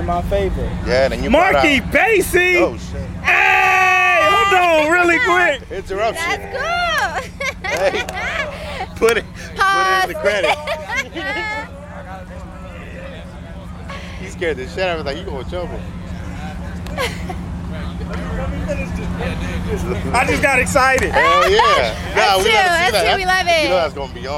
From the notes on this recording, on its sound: Excuse the sound we were outside at the the SOL BLUME FESTIVAL.